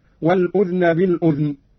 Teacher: قرأ قالون بإسكان الذال هكذا: والأذن بالأذن، كيفما ورد في القرآن، وهي لغة تميم وأسد وعامة القيس.